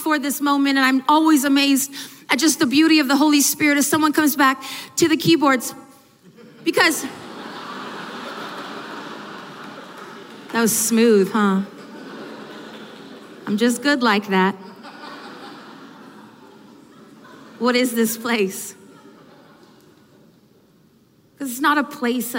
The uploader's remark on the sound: This powerful session from the 2019 ARC Conference Anaheim.